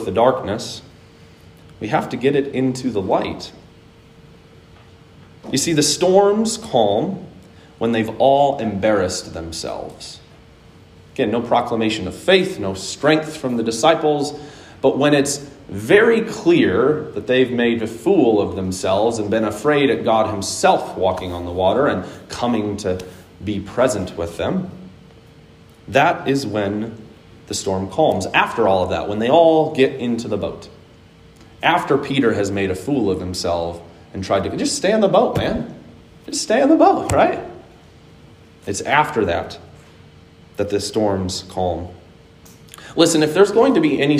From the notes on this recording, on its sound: Today's word of encouragement comes from a sermon I preached on 6/20/21 at Hope Evangelical Free Church.